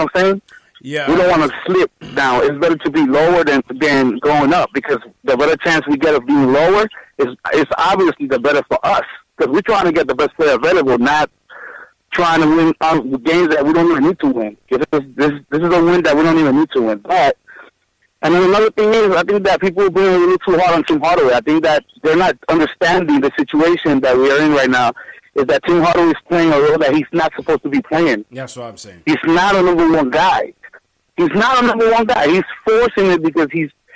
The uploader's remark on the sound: take live phone calls from fans around the world